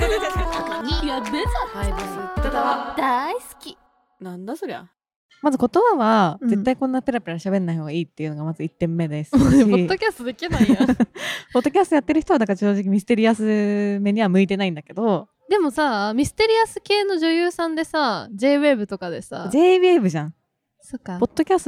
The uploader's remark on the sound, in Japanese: 外で収録したため雑音sorry